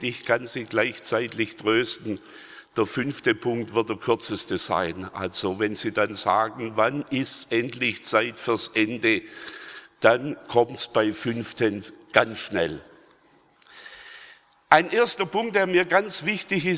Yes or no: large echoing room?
yes